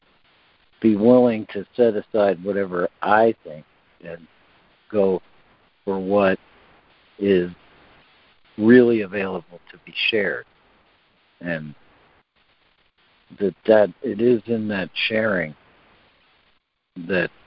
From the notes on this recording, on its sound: ACIM Daily Conference Call